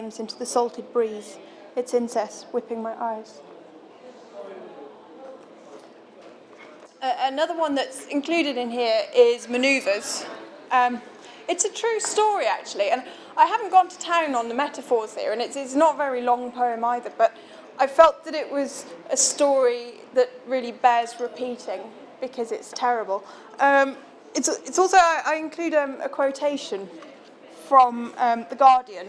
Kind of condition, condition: setting, busy venue